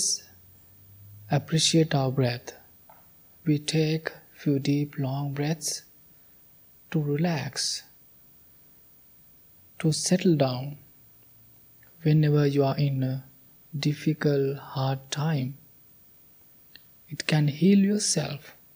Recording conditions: large echoing room